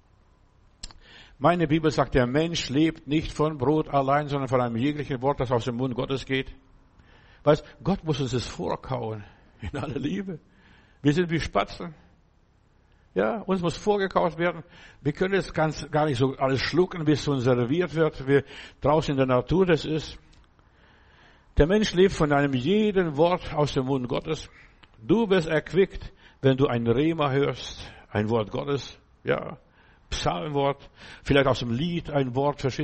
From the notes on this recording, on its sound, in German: im Gemeinde-Zentrum in Berlin aufgenommen